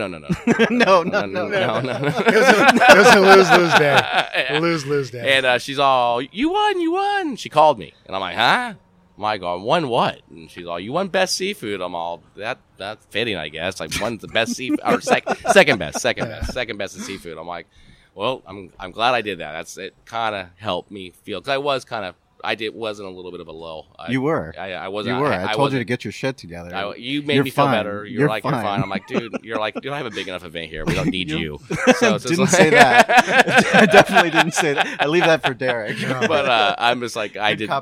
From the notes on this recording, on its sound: Podcast recorded live on the main stage at Grand Ole BBQ y Asado in Flinn Springs, California.